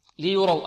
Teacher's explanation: الياء هنا ماذا؟ مرققة، والراء مفخمة